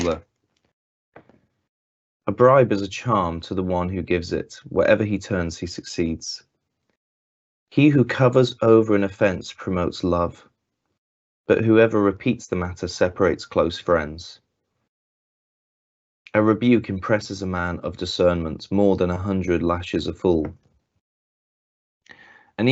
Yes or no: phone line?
no